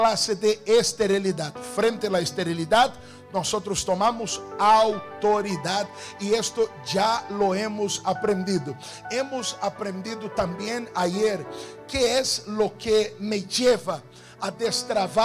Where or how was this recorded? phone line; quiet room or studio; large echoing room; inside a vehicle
large echoing room